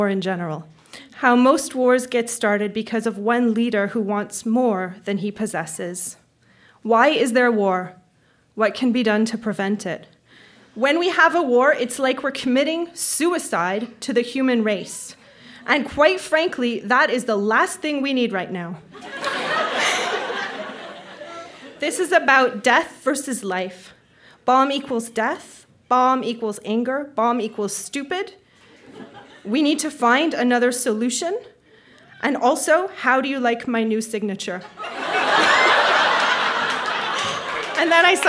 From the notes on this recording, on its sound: Recorded live at La Sala Rossa in Montréal, QC.